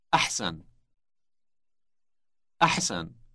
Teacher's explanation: It has the H-like sound produced with friction.